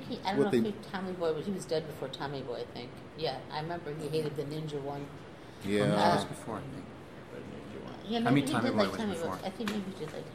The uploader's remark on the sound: answer questions from the audience.